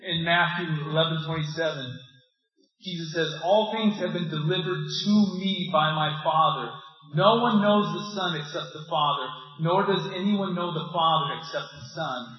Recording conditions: poor sound quality